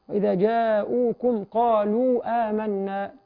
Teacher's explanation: وَإِذَا جَاءُوكُمْ قَالُوا آمَنَّا يعني نراعي هنا زمن المد المنفصل وبعده مد ايه مد البدل. طبعا البدل في حق الحفص يعني يلحق بالمد الطبيعي حركتين